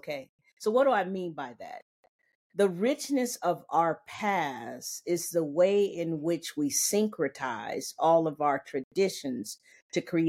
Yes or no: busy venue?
no